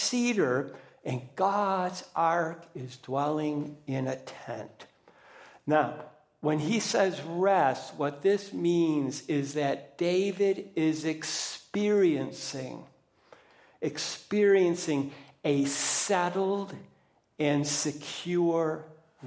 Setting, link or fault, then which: setting, large echoing room